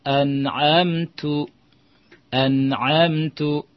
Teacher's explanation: mendomahkan huruf ta pada an'amta alaihim